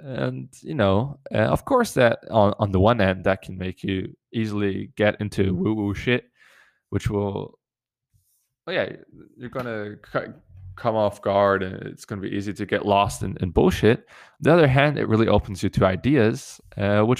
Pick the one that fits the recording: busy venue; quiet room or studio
quiet room or studio